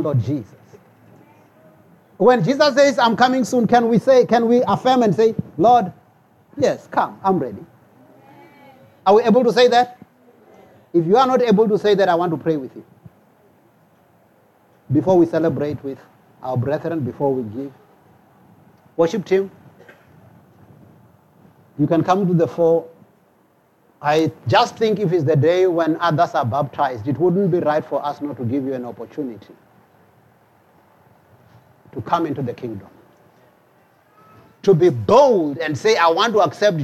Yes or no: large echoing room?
yes